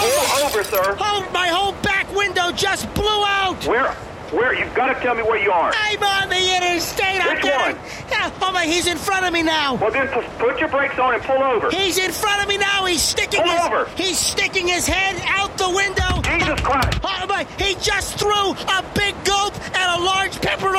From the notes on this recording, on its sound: "05-How's My Driving" from archive.org was assembled into the "RBCP's Personal Prank Phone Calls Collection" podcast by Fourble.